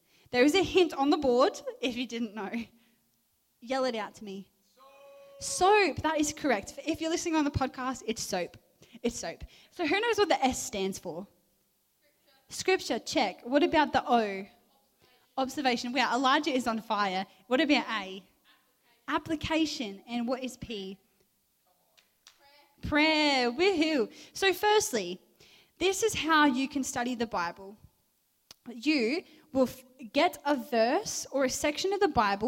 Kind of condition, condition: setting, live audience